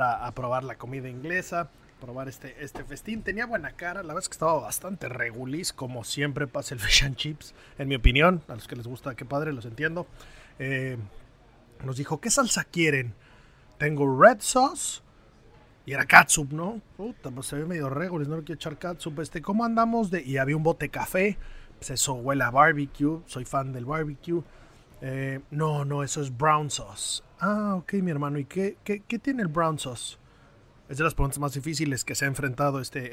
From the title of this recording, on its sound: Live From The OPEN 150